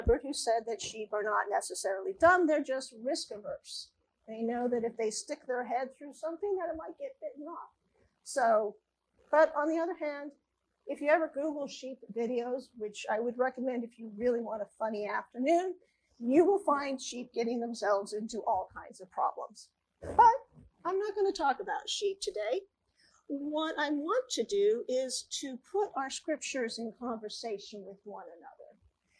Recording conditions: large echoing room